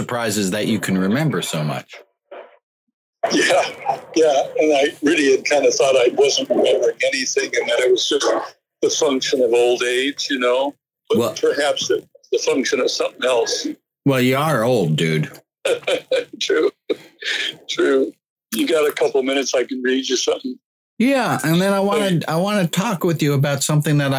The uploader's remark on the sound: Wow, the audio quality here is rough.